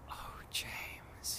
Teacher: they're very breathy performances